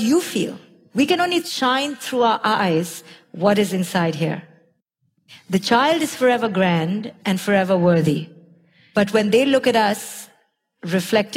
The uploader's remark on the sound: Her talk at Mindvalley City Campus Tallinn in 2018 received a standing ovation and heralded as a life-changing listen for everyone in the audience.